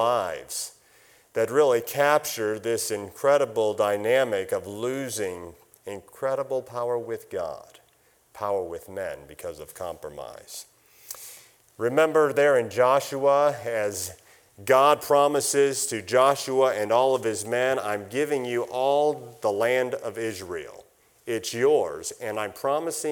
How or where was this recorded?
large echoing room